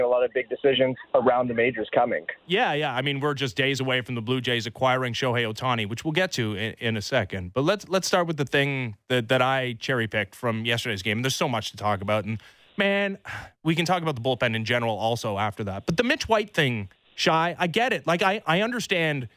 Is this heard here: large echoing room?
no